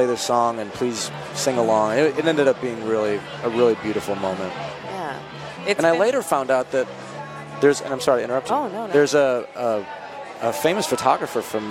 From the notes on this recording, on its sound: Recorded live at SXSW in Austin, Texas.